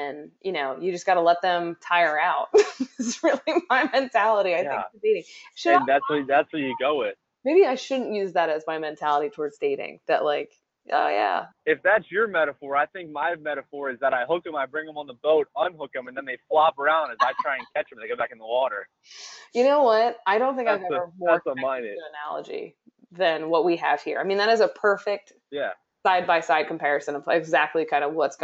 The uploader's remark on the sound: On the Road. We realize the audio is bad, it was a test.